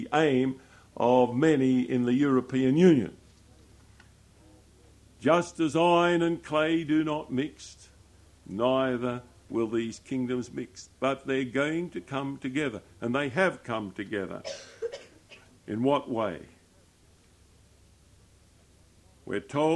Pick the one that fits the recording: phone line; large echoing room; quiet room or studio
large echoing room